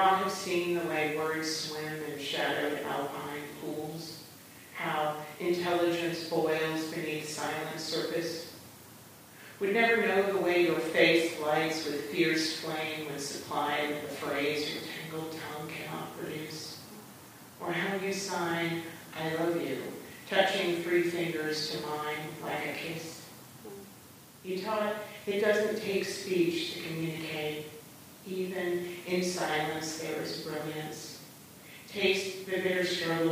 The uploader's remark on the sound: Patagonia San Francisco's Poet Laureate Celebration featured six poets laureate from across the Bay Area. In this two part special feature we present a replay of the live performances.